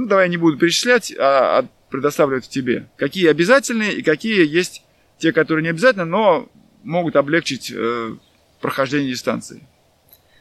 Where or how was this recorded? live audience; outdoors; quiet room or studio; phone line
outdoors